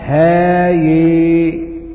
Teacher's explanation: وقرأ ابن عامر وحمزة بفتح الهاء وإمالة الياء